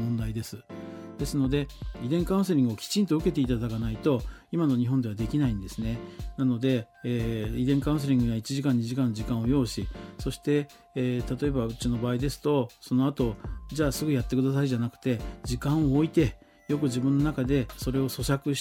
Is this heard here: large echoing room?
no